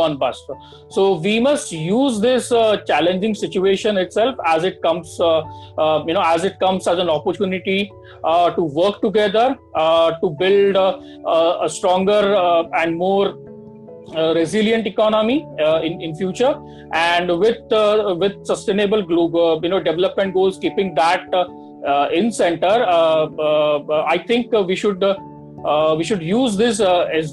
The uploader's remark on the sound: interactive session over zoom